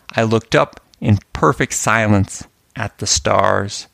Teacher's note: the ultimate line is an iambic pentameter, the most traditional form of English poetry, that stresses the second, fourth, sixth, eighth, and tenth syllables.